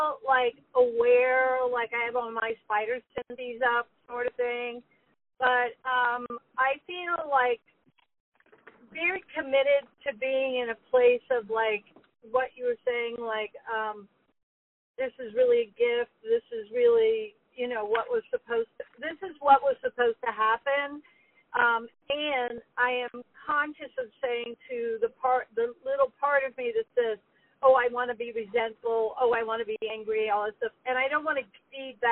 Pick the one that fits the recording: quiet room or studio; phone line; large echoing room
phone line